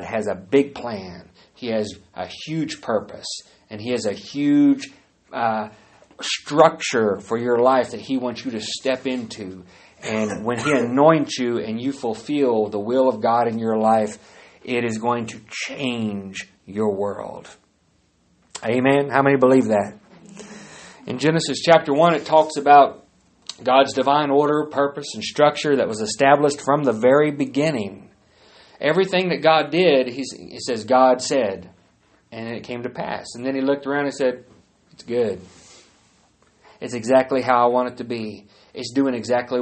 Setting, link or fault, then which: setting, large echoing room